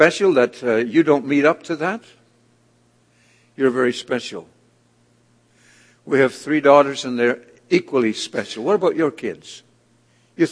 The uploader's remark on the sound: This audio sermon entitled, A Chosen Vessel, was delivered at The People’s Church of Somerville, NB.